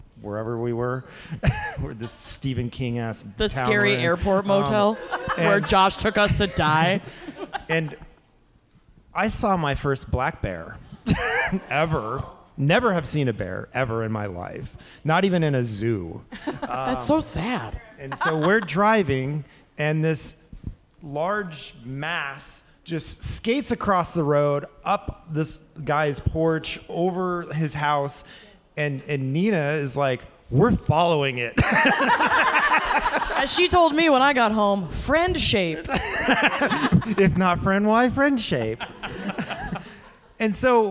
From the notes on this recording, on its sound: True Crime Live Panel. For a live panel from the Berkshires.